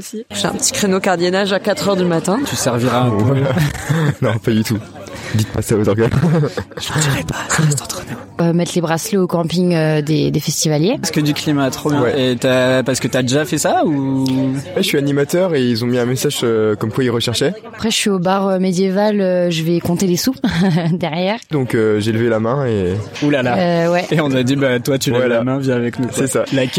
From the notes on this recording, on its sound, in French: J'ai profité de m'être incrusté quelques jours avant les festivités, pendant le montage, pour tendre mon micro à ceux qui font de ce festival un évènement à par entière